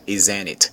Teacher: o T do isn't é omitido aí na pronúncia, fica isn't it.